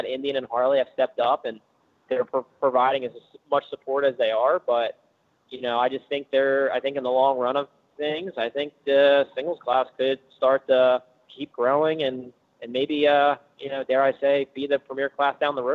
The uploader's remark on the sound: On his way down to Florida, with wife and child loaded in the van